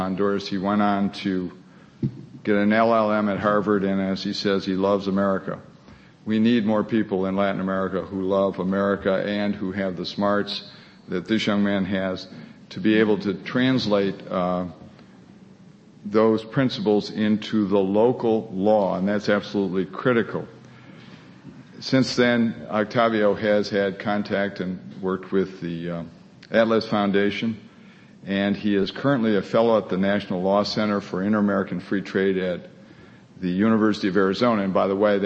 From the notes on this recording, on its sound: The Federalist Society presented this panel at Part 1 of the 2007 U.S.